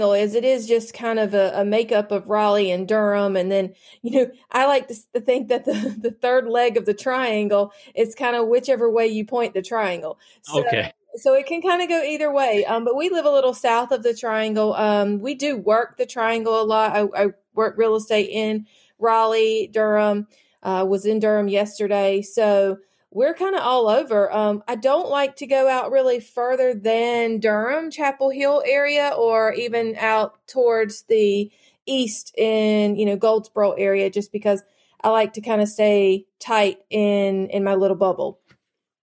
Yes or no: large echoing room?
no